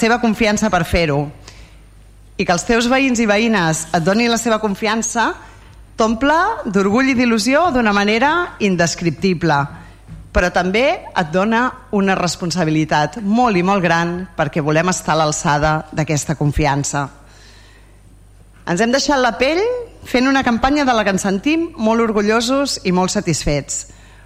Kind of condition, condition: setting, large echoing room